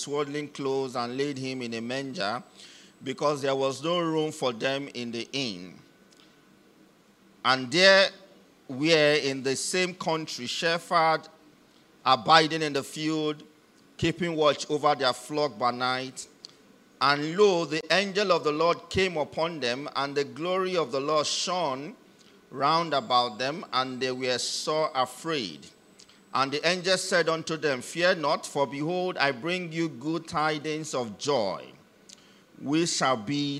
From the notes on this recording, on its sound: Message delivered during the 2023 Christmas Carol service